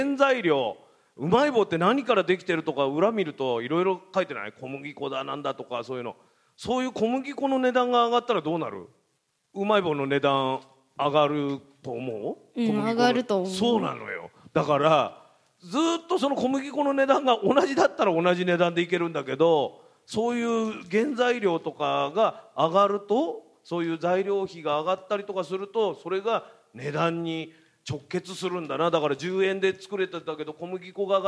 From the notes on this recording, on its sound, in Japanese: マネーに関心のある小学生と親御さんが参加した公開収録。